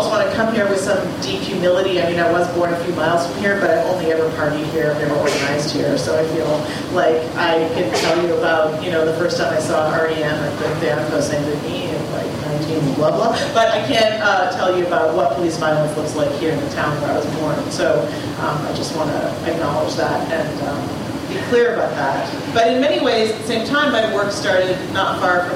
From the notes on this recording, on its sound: This show featured audio from a panel discussion at Concordia University. The panel was part of the Week Against Police Brutality.